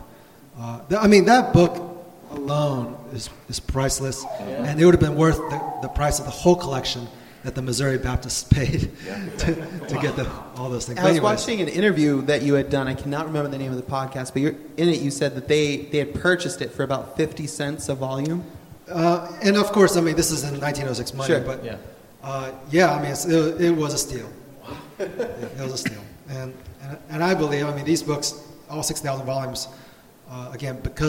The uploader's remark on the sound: Live Conference Recording. We recorded a live episode on the first night of the conference and here it is!